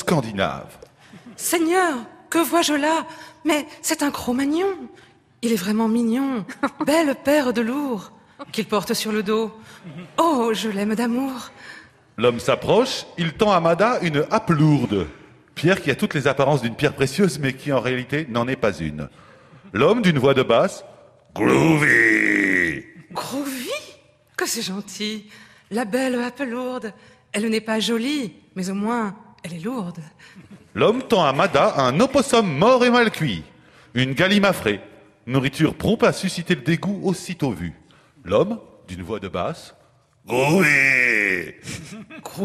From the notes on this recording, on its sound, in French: Enregistrée en public à Beaubourg.